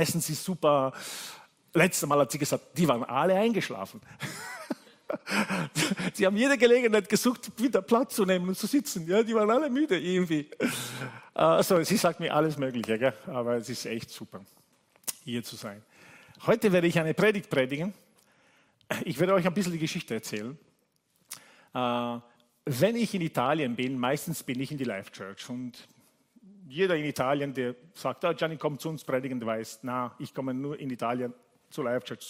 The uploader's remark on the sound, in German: Gottesdienst live aus der LIFE Church Wien.